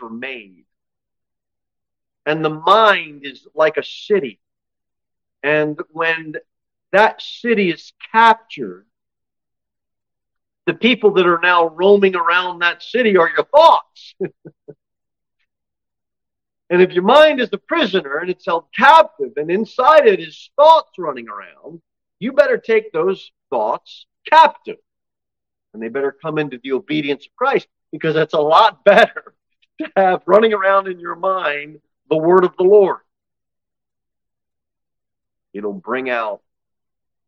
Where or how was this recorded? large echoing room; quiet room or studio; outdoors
large echoing room